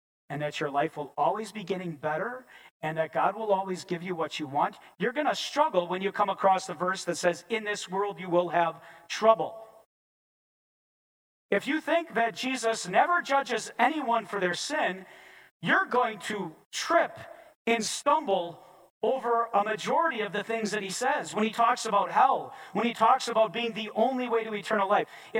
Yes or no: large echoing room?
yes